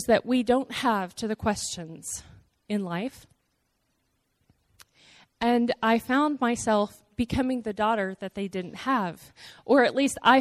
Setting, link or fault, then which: setting, large echoing room